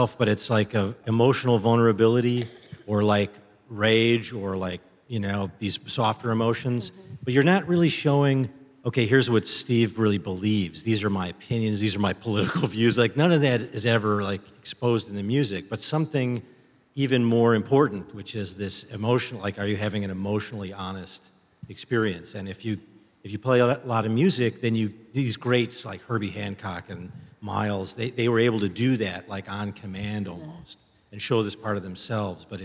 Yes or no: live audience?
yes